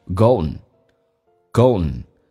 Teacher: 在美式发音当中经常 D 跟 N 组合在一起， D 可以不发音，气流加阻塞一下就行了